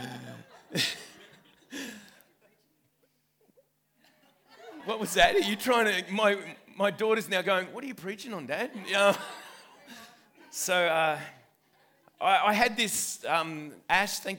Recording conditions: live audience